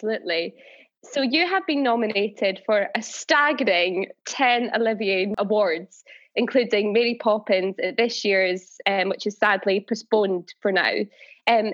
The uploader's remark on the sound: This episode was recorded over Zoom